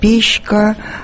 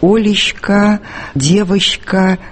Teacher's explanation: А на месте «ч» они произносят звук «щ». Они говорят «печка». · Term: Щекают